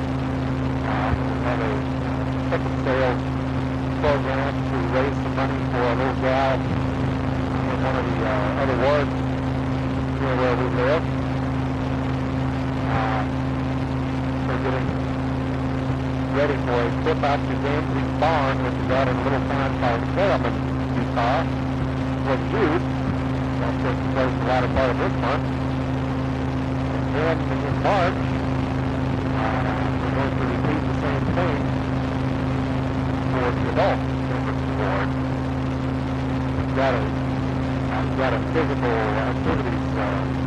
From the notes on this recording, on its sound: Driving home from work. Poor audio quality.